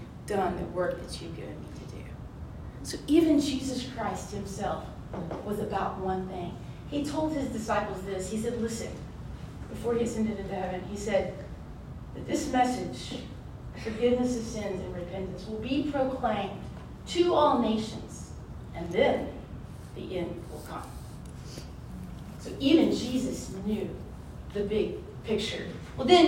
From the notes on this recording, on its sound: This episode was recorded at this year's Thrive Collective.